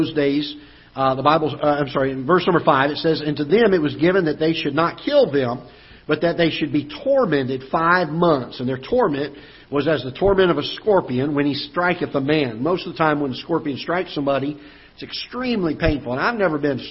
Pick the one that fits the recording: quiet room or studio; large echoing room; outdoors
large echoing room